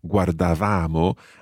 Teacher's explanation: the stress is still going on your second last syllable